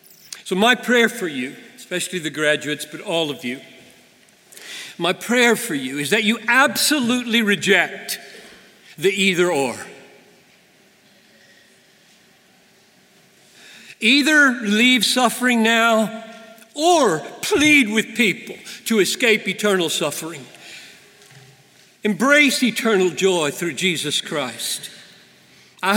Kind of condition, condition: setting, live audience